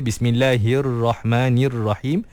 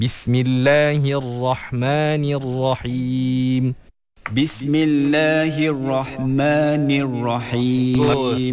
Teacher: Baris bawah dah cantik, tapi ra tu kena tebalkan lagi. · Shown in: second take · Term: ra yang tebal